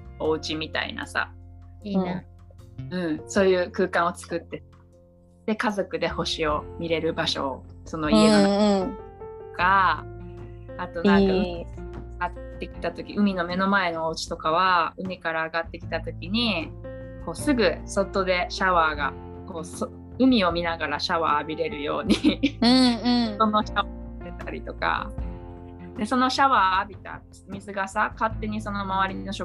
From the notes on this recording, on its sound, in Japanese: 3人でリモート収録でお届けします。